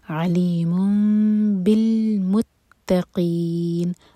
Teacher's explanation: میں نون کا ساؤنڈ میم میں چینج ہوگا یہ ہے اقلاب میم کو ہولڈ کریں گے لیکن ہونٹوں کو ٹائٹ بند نہیں کریں گے دو سیکنڈس کا ٹائم دیں گے پھر با پڑھیں گے علیم · تنوین تھی نیکسٹ ورڈ با سے شروع ہو رہا ہے تو تنوین میں نون کا ساؤنڈ میم میں چینج ہوگا